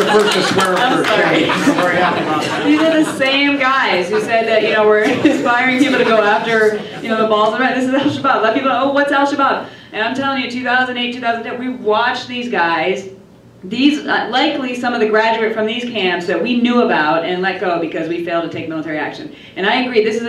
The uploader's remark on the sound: WASHINGTON, DC. Appeared before a breakfast meeting of The Ripon Society.